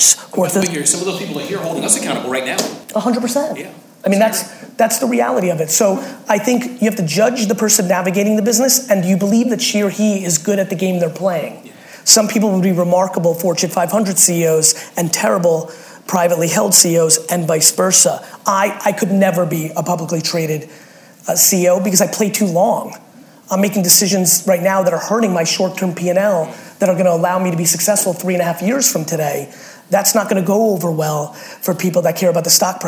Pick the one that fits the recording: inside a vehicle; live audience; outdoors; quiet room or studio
live audience